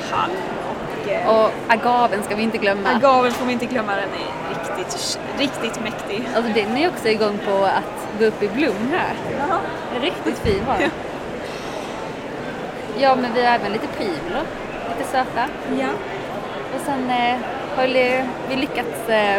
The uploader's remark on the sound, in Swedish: Trädgårdsarkitekterna poddar från Vår Trädgård i Malmö. Nu kan ni lyssna på en liveuppdatering inspelad från vår monter.